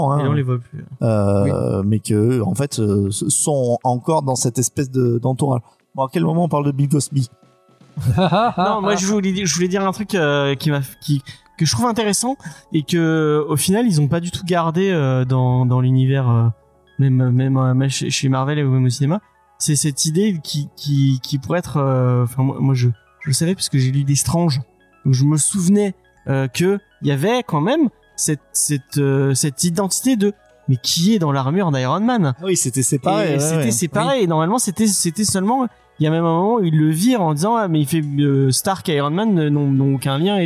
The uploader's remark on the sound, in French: Cette émission a été enregistrée en live au Dokusho Café, le Manga Café Montpellierain qui se trouve 8 rue d'Alger.